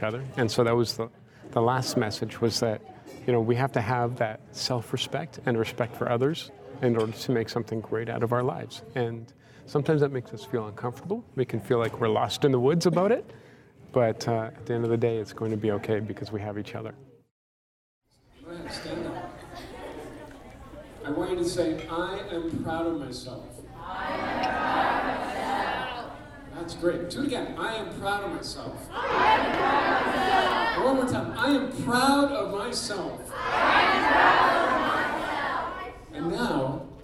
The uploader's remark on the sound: Then we go to the Indigenous Career Fair to hear from inspiring speakers